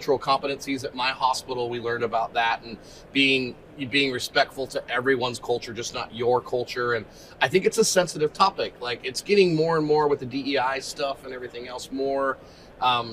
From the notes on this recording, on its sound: at the HIMSS conference